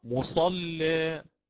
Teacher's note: وإن كنت أقرأ بتوسط البدل فحينها عندي التقليل فقط في ذوات الياء، وهذا التقليل يتعين معه ترقيق اللام، فأقرأ مصلى، رققت اللام وقللت الألف